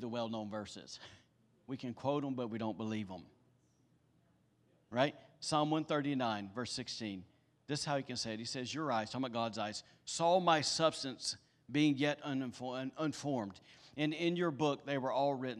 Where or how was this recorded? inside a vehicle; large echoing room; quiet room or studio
large echoing room